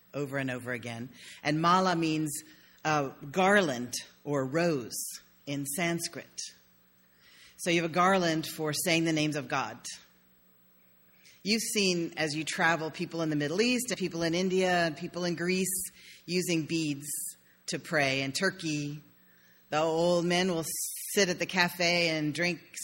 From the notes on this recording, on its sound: sermon delivered on May 1, 2016.